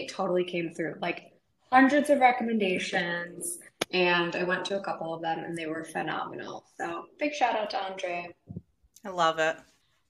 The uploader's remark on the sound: We're also apologizing for the poor quality of this episode, transatlantic recording is not our specialty.